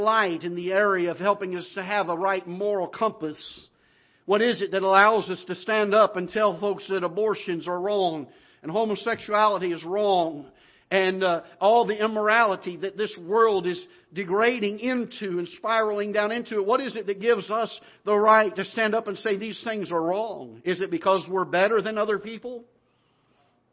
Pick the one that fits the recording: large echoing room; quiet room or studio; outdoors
large echoing room